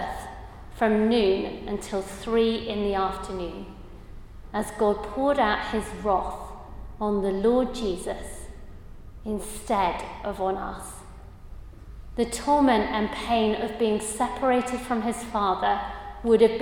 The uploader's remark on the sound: a Christians in Parliament Chapel Service which was held in the Chapel of St Mary Undercroft